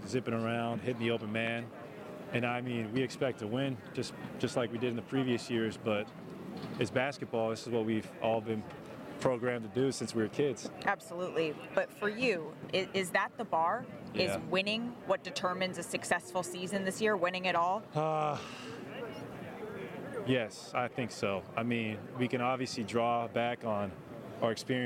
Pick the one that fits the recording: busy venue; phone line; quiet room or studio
busy venue